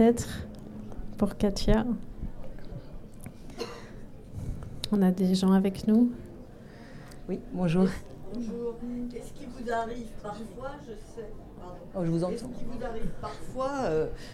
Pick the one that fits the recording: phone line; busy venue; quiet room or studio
busy venue